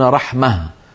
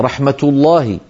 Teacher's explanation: وأغلب العرب في زمن النبوة يعاملون هذه الهاء في الوصل تاء، فيقولون مثلا رحمة الله، وإذا وقفوا يقولون رحمة، ففي الوقف يحولونها إلى هاء وفي الوصل ينطقونها تاء · Term: هاء التأنيث